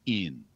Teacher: I was so-called dropping my G's, which really amounts to nasalizing the ing suffix. So it becomes in.